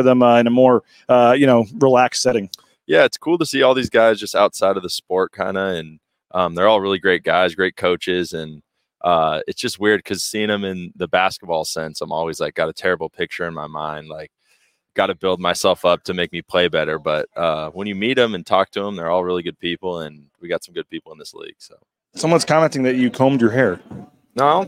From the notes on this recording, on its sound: LIVE from Resorts World in Las Vegas. At Mountain West Basketball Media Days.